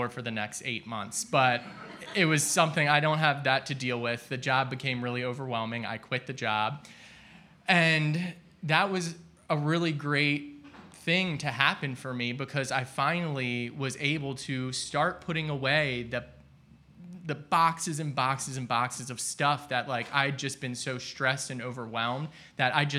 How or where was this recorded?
live audience